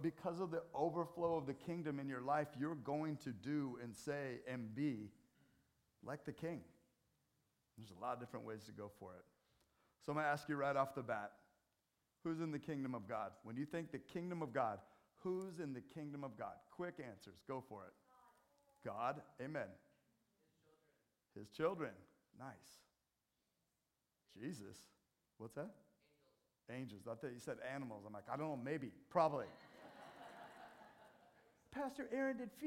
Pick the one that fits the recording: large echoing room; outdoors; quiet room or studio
large echoing room